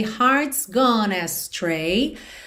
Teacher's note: Atenção que gone, você não pronuncia o F final, então já junta o N de gone em astray